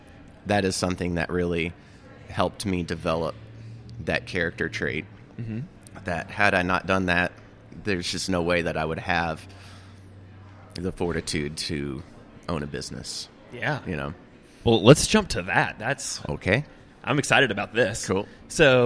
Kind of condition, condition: setting, busy venue